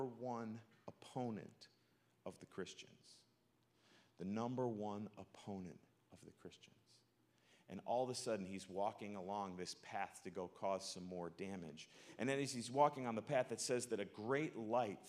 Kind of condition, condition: setting, large echoing room